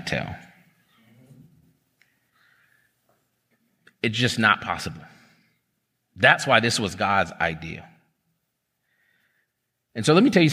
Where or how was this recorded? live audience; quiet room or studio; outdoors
live audience